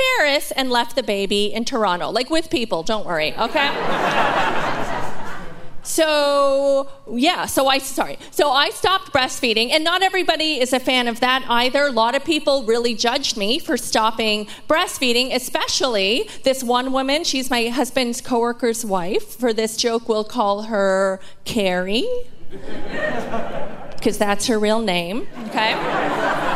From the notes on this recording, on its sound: Recorded in 2022 at the Shenkman Arts Centre in Ottawa. From the Winnipeg Comedy Festival.